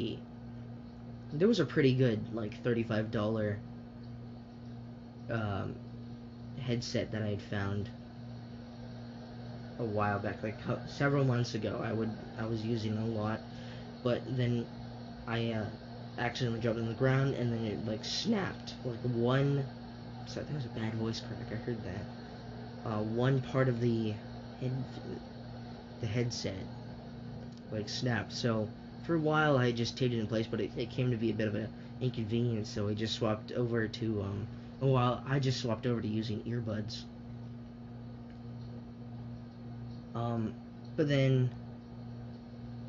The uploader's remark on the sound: Sorry about the background noise, my air conditioner was on at the time.